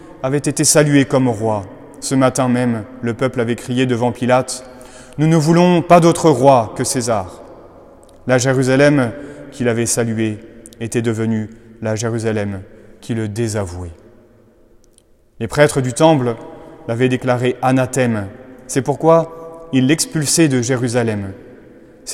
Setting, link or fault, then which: setting, large echoing room